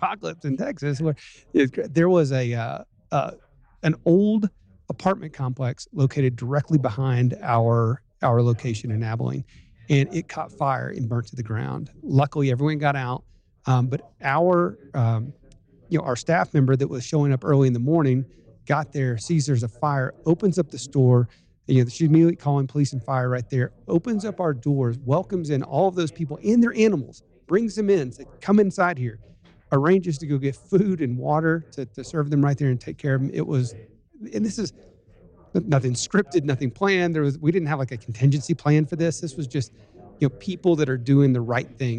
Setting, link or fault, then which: setting, busy venue